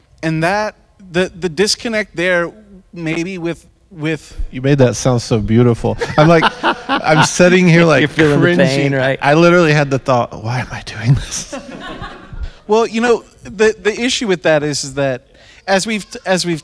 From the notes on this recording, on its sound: This Artist’s roundtable discussion was recorded live at Loom creative arts event in Spruce Pines, NC.